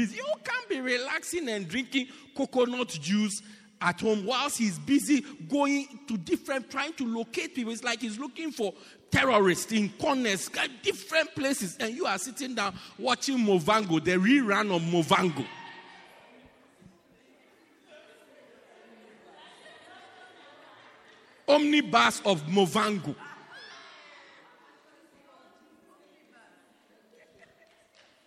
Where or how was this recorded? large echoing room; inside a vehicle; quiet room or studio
large echoing room